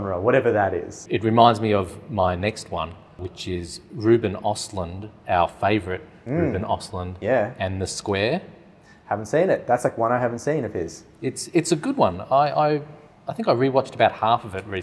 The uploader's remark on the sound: All on location at the RMIT Capitol theatre for the Melbourne International Film Festival 2023.